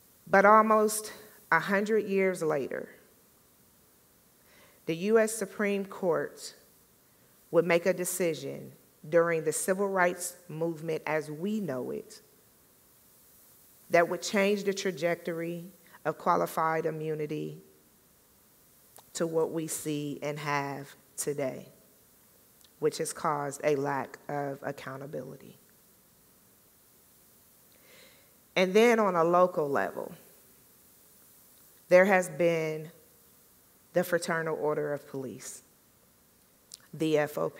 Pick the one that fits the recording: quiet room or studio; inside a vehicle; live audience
live audience